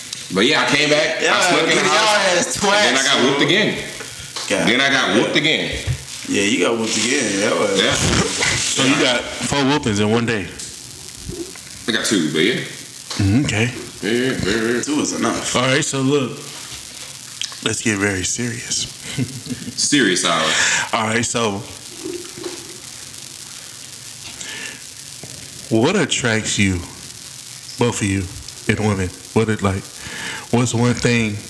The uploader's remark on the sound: Sorry for the static… will be fixed for the next episode!